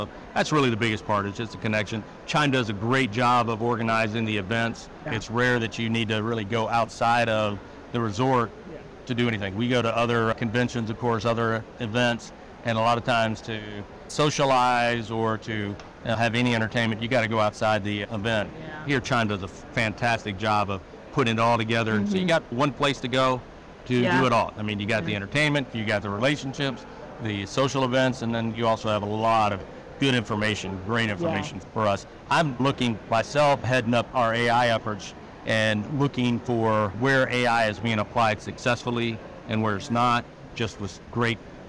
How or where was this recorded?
busy venue